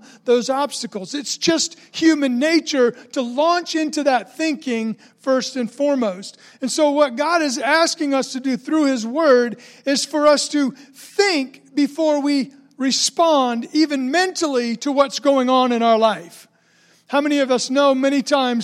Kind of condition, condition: setting, large echoing room